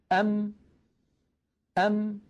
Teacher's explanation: بتصادم الشفة العليا مع الشفة السفلى · Term: الميم الساكنة